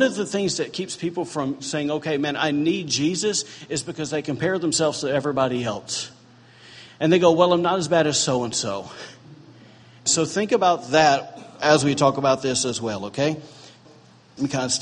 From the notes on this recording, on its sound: was recorded on Sunday, July 2, 2017, during morning service at Celebration Life Family Church.